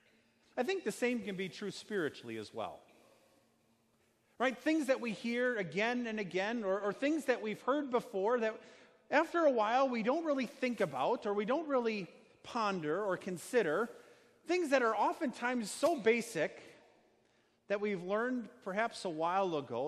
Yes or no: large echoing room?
yes